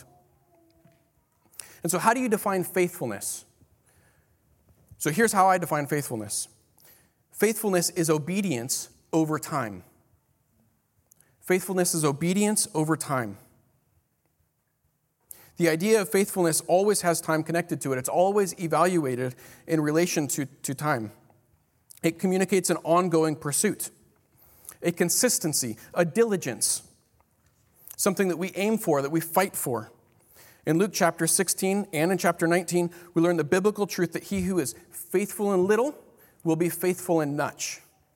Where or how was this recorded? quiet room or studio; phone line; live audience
live audience